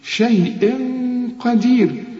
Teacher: تنوين وبعد قافه هنغن ونخفي